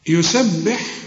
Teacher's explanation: خد بالك إن الباء هنا مكسورة، كل هذه الكلمة مرققة